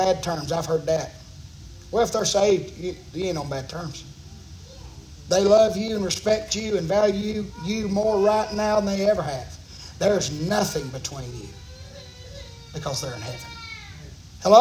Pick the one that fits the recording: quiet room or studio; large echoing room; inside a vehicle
large echoing room